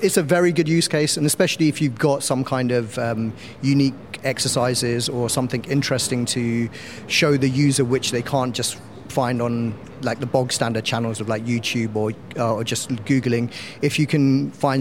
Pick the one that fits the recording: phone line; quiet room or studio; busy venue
busy venue